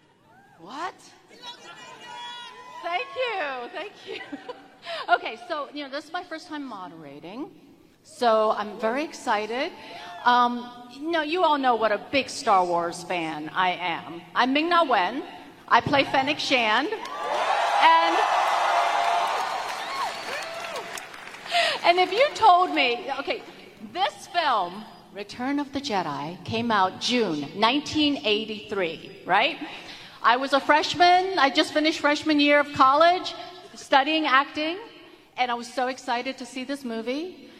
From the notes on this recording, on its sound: We bring the panel from Star Wars Celebration 2023